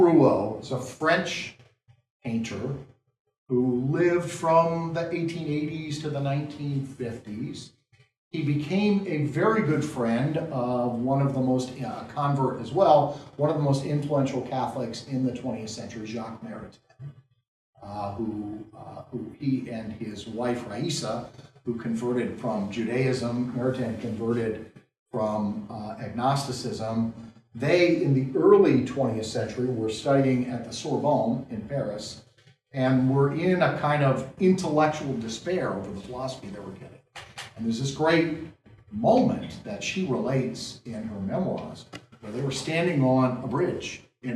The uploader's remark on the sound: This lecture was given at the University of Maryland at College Park